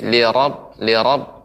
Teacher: ra tidak boleh juga banyak getaran